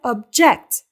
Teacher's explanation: Yani object şeklinde telaffuz edilir. Ancak itiraz etmek anlamına gelen object fiilinde vurgu ikinci hecededir ve object şeklinde telaffuz edilir.